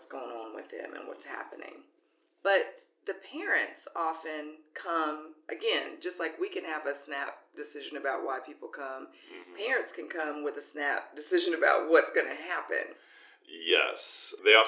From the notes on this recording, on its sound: Please stick with us through any difficult audio, as this will improve in future episodes.